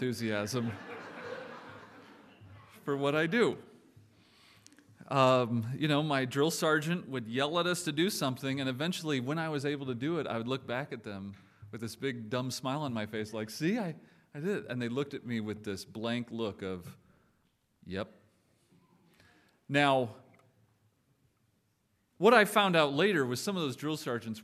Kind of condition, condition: setting, large echoing room